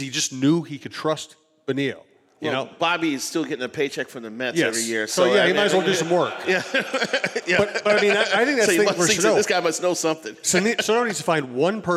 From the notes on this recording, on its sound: At a live show from 11 Wells Distillery.